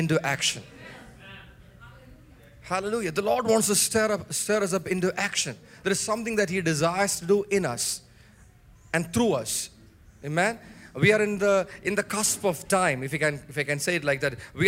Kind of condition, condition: setting, large echoing room